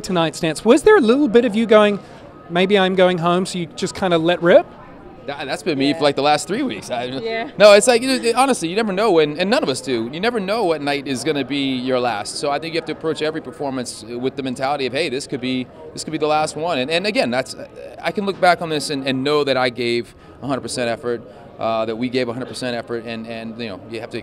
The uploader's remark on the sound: On the Red Carpet at Dancing With The Stars